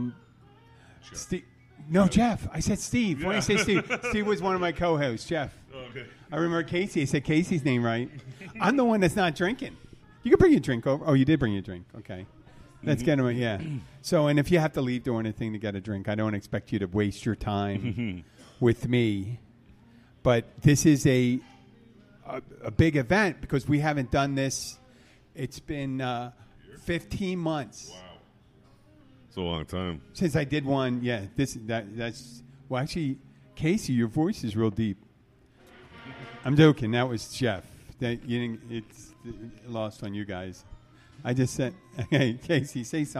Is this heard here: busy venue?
yes